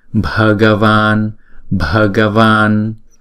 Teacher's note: Chữ này chúng ta đọc là van, chữ a kéo dài hai nhịp cho nên chữ này là van